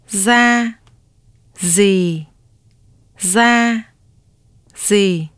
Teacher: Z is an alveolar voiced fricative consonant which is denoted by either the character D or the combination of two characters GI.